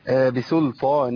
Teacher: اقلاب بقلب النون الى ميم واخفيها في الباء